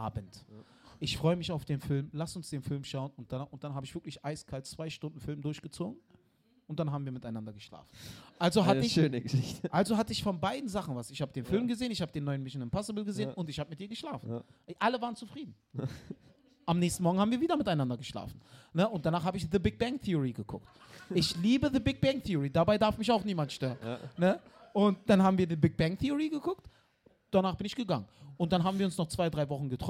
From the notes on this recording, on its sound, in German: Live aus dem Mad Monkey Room. Die erste Live Folge von Mic Drop, die vor Publikum im Mad Monkey Room in Berlin aufgenommen wurde!